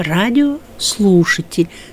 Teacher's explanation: Слушатель мы больше выделяем, радио меньше, но все равно выделяем.